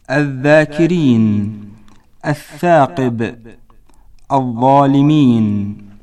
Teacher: طاء مخرج الحروف اللثوية، وهي الذال والثاء والضاء، ويكون مخرجها من بين رأس اللسان وأطراف الثنايا العليا